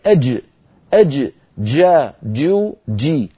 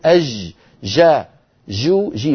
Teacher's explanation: الجيم الفصيحة بدايتها انقفال ونهايتها انفتاح · Shown in: first take · لذلك بعلم الأصوات يسمونها حرف انفجاري، حرف انفجاري لأن بدايته انقفال، ليست بدايته رخاوة كما نفعل نحن أهل الشام.